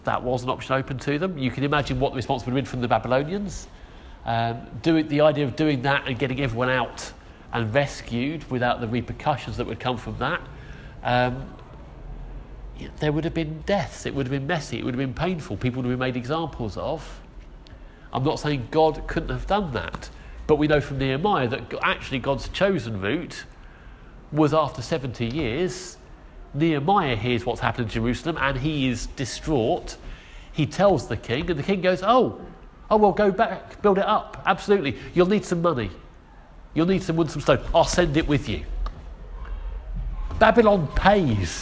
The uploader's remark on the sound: Our sermon from the 9am service